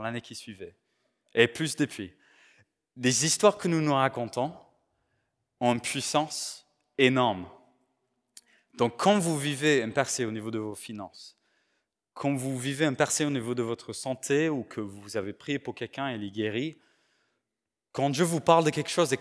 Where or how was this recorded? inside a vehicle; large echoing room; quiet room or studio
large echoing room